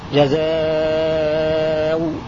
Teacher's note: تبدل الهمزة واوا مع الطول والتوسط والقصر